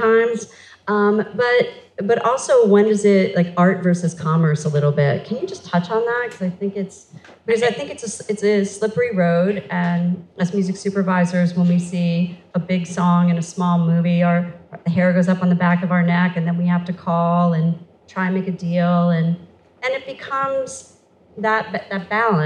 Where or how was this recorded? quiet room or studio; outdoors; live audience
live audience